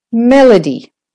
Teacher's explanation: Mel, that's louder and longer. Melody. Sustained.